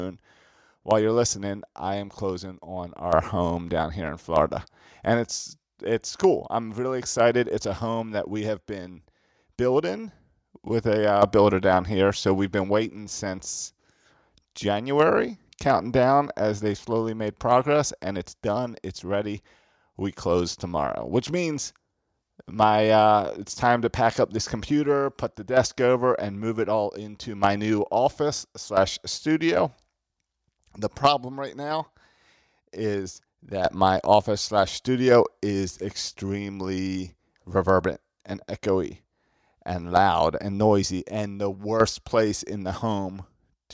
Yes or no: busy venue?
no